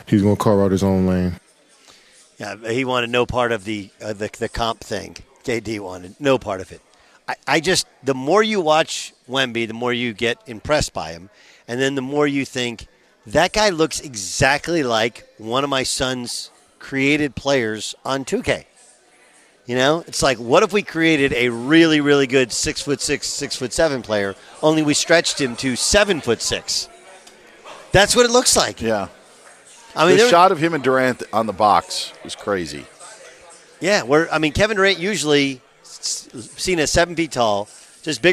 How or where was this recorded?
busy venue